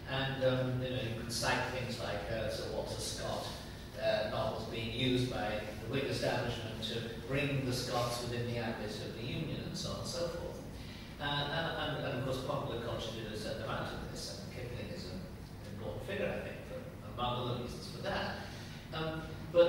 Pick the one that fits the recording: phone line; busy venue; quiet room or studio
busy venue